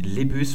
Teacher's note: Also dass die Betonung auf dem Y bei dem Land und die Betonung auf dem I der ersten Silbe bei der Person